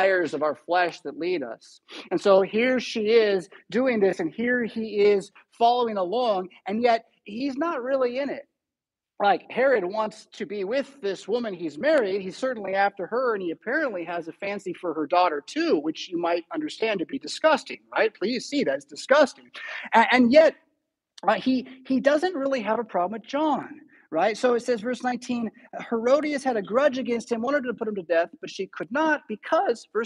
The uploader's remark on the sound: Preached at St Paul Lutheran Church , Rockford, Illinois on March 5, 2023.